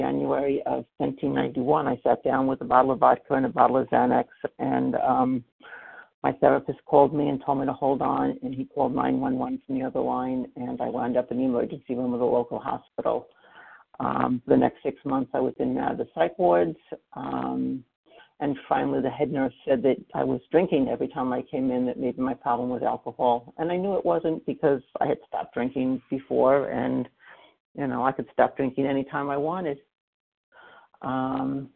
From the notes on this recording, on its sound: 100 Pounders Phone Meeting on 11/23/20